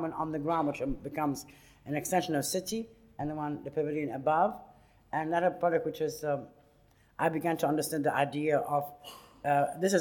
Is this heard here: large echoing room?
yes